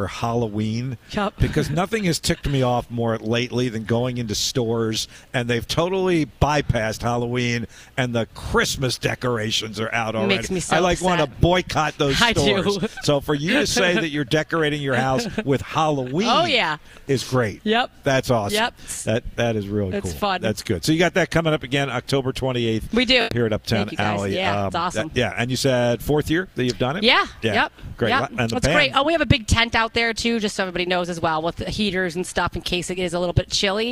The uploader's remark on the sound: broadcasts live from Uptown Alley Richmond